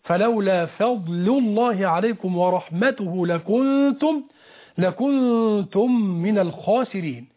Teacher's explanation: اللام مرققة، لأن بعض الناس يفخمها تأثرا بلام لفظ الجلالة اللي هي الله، ولكن لابد إني أن أرقق اللام اللي هي لام لفظ التي قبل لفظ الجلالة، لأنه حرف استفهام أيضا مرقق.